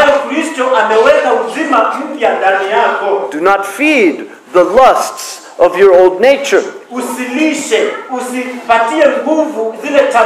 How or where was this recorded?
large echoing room